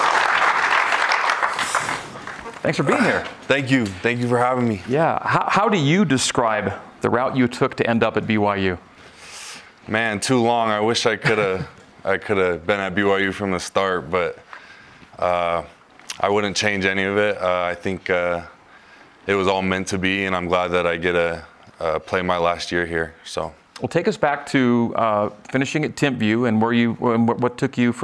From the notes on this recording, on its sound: A live audience in Studio C.